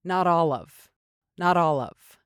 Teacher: You'll want to link these three words together so they roll off the tongue a little bit more quickly.